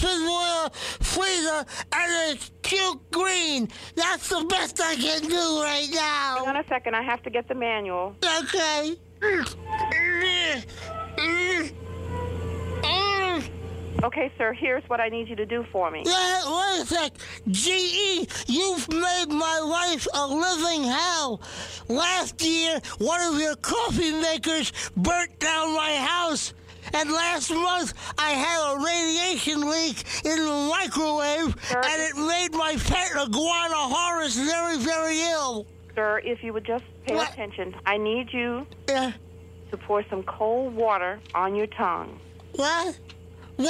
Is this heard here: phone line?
yes